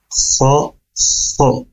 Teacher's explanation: tempatnya di atas tenggorokan kita di bunyi huruf kho itu dan pangkal lidahnya mengangkat ya, maka ada seperti suara ini ho, ho, ho.